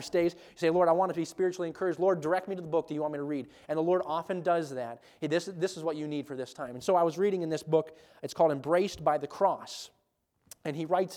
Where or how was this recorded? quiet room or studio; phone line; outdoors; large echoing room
large echoing room